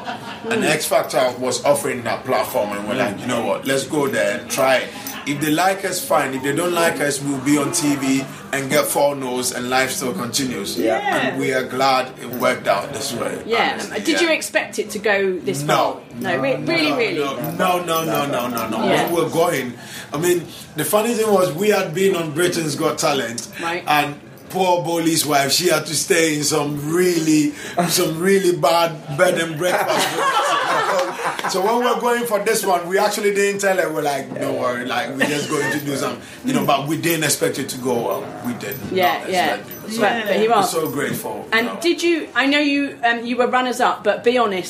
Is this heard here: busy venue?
yes